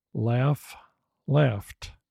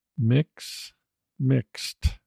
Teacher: We also get the T sound in the past tense if the verb ends in an F or an X sound.